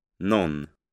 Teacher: Notice shortening of the vowel in non.